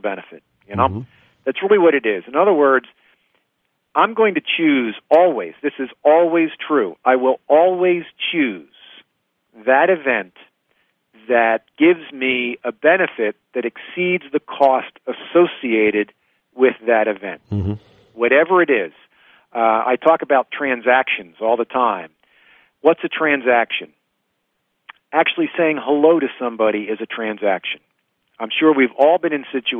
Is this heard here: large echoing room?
no